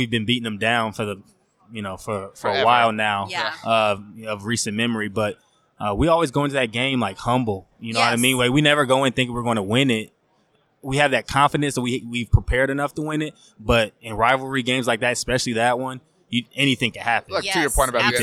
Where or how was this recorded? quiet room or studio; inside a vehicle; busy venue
busy venue